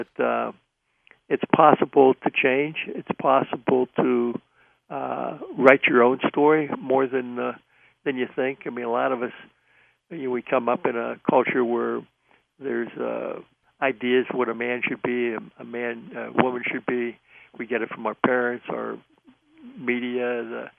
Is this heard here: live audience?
no